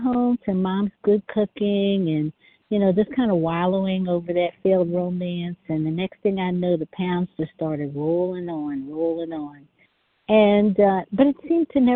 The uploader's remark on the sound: 100 Pounders Phone Meeting, 8/4/23